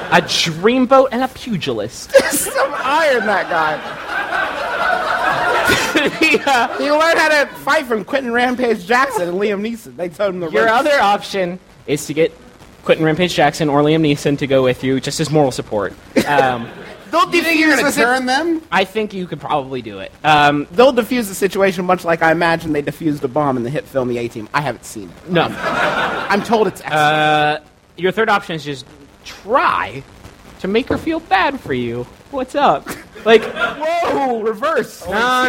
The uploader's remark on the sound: We took to the stage at the Cincinnati Shakespeare Company -- which is in Cincinnati, you might have guessed -- to do our second live show ever.